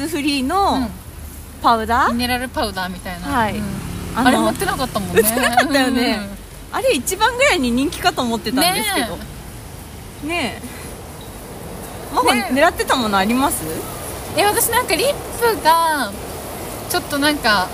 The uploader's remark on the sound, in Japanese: 新大久保ぶらり二人旅。雨が降っていて、外での歩きながらの収録だったので、他の人の声も入ったりとお聞き苦しいかとは思いますが。